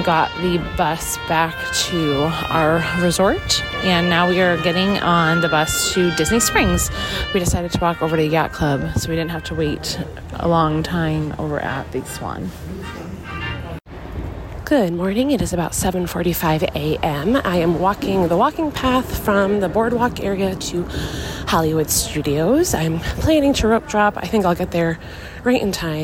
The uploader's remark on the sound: Live From The Parks. Live from WDW.